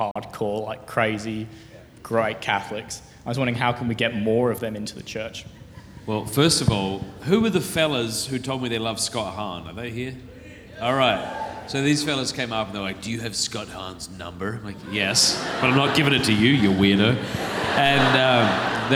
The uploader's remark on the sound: a special live filming of Pints with Aquinas at the Purpose Conference 2023